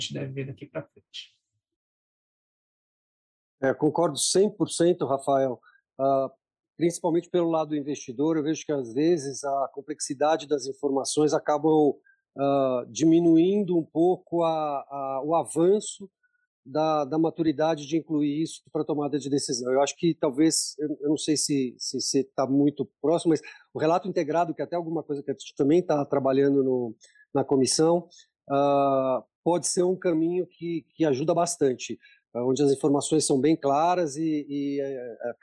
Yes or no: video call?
yes